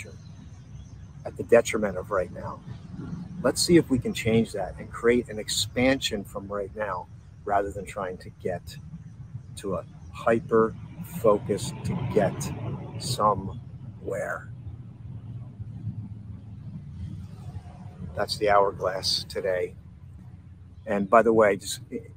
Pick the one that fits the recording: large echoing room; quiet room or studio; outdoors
outdoors